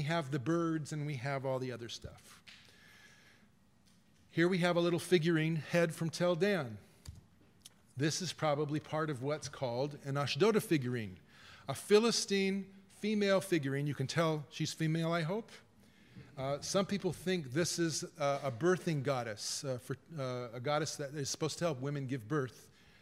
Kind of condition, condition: setting, live audience